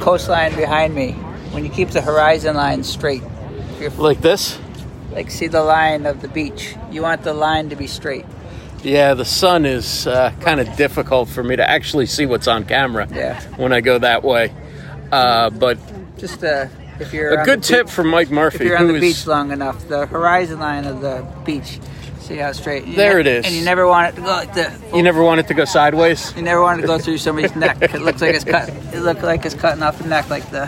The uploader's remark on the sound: Live at Naples Pier. Podfest at the Naples Pier in Old Naples, Florida.